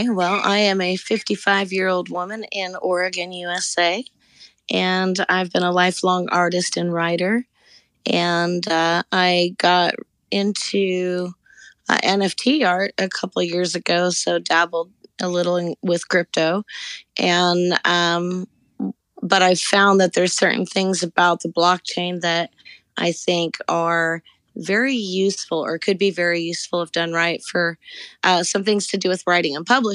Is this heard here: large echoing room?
no